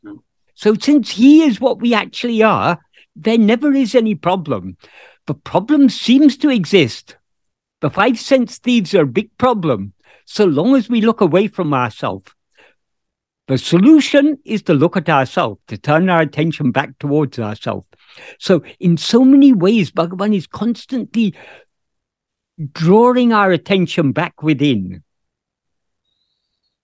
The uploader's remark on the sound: In a Zoom meeting.